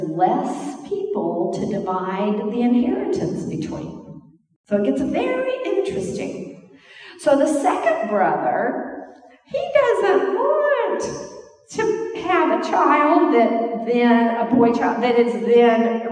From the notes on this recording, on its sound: This is an audio sermon recorded at the Portland Church in Portland, OR.